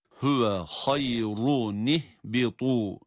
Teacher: Hüve hayrunih bitu diye ra kalın olarak okunacaktı.